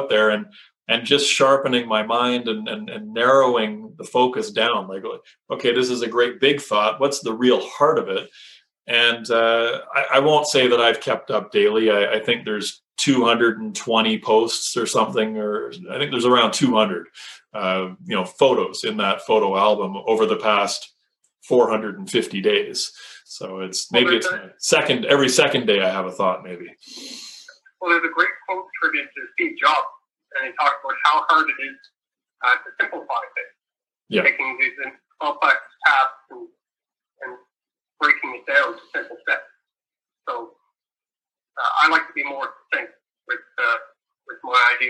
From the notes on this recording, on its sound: Apologies re audio quality. Tech issues all the way around on this one.